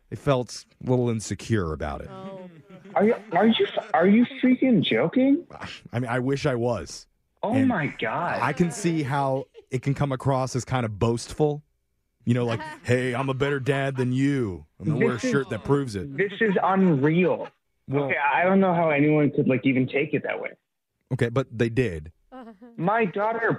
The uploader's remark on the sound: Phone Tap: The Great Dad Shirt Debate.